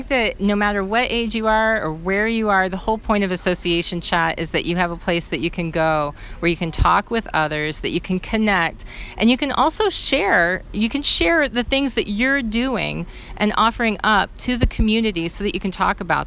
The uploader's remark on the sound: at ASAE's 2023 Annual Meeting in Atlanta